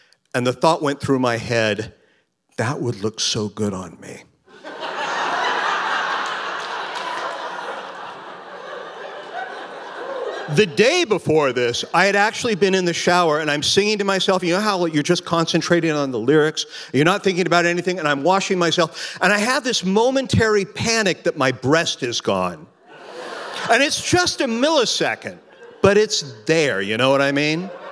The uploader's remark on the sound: Recorded at The Alberta Rose Theatre in Portland, OR.